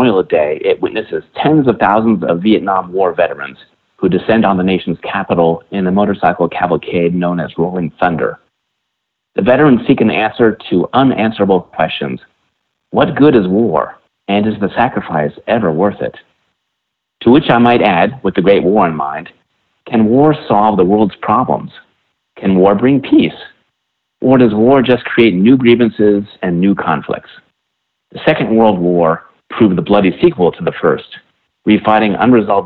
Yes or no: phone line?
yes